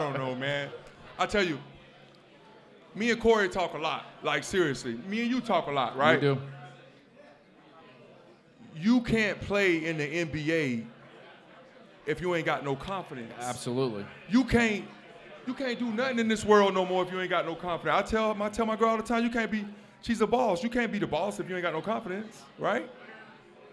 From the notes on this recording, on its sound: LIVE at Mio's!